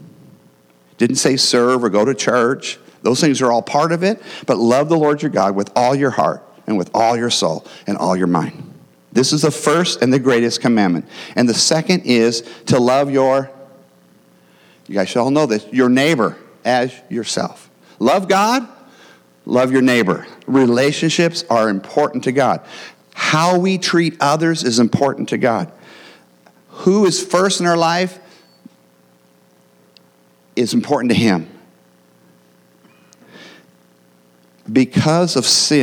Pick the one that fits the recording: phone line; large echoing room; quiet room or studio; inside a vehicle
large echoing room